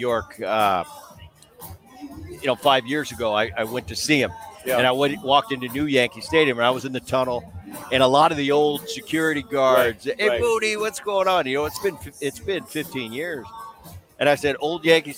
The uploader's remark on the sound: Live From MLB All-Star Weekend. Is in Seattle for the MLB All-Star festivites and is joined live by two former teammates.